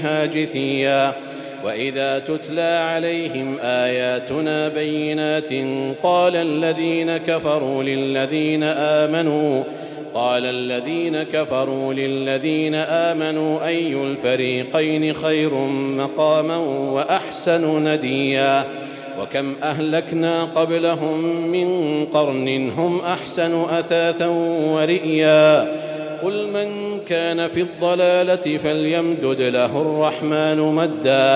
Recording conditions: large echoing room